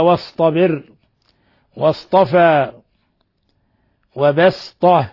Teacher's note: وتبرز الصاد إبرازا جيدا، لأنهما قد تجانسا من جهة الإطباق، وكادت الصاد أن تندغم في الطاء، فإذا لم يتوق فيه التشديد زالت عن حد التخفيف، وإن لم تشدد أيضا تشديدا محضا.